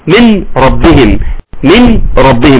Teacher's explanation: انا هشيل النون خالص وبعدين هضغمها في الراء · Term: بنضغمها